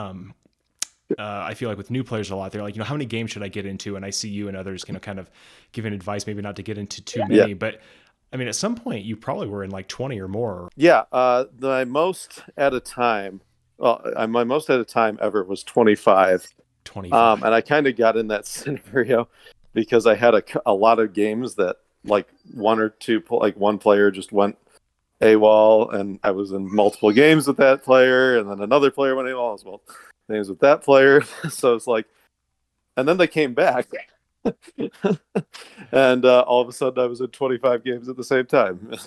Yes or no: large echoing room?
no